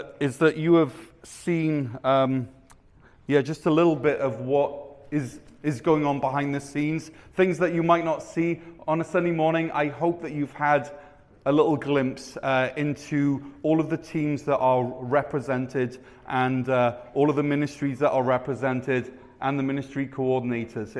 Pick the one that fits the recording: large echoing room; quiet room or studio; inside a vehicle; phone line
large echoing room